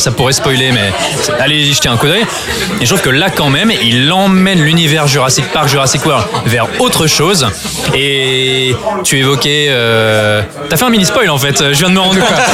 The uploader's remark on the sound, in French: Enregistré au Hurling pub (8 Rue Descartes, 75005 Paris), le vendredi 8 Juin 2018.